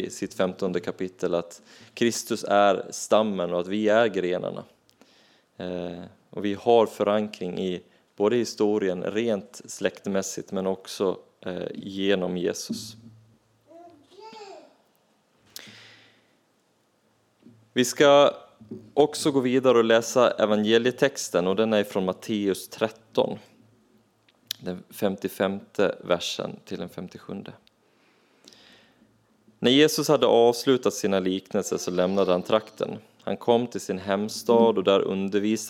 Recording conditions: large echoing room